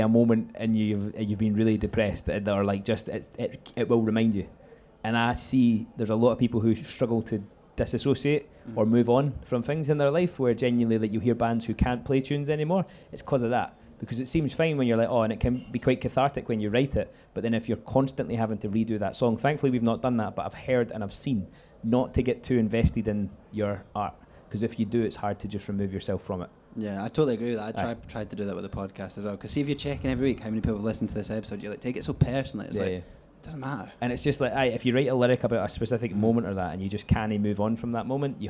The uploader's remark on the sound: This podcast was recorded in the Southsider Sidelounge on the 22nd of August as part of the PBH Free Fringe.